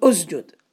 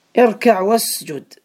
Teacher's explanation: همزة في أول الكلمة تنطق في الابتداء وتحذف لفظا حال الوصل · Term: همزة الوصل